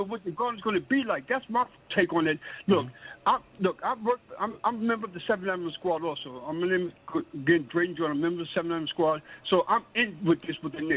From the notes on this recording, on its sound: They also take live phone call reactions from fans around the world.